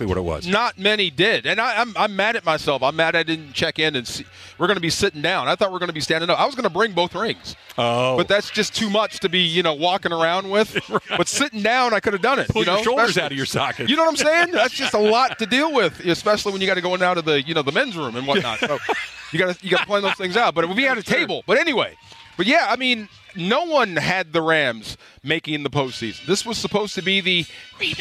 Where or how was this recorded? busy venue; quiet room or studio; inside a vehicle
busy venue